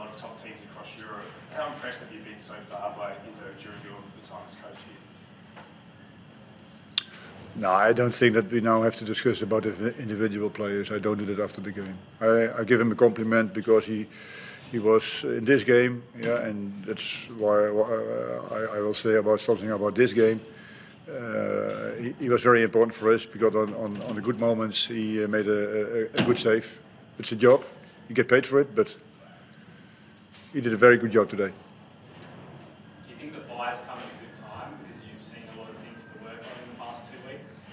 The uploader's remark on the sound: Post-Match Press Conference. Hyundai A-League Round 9.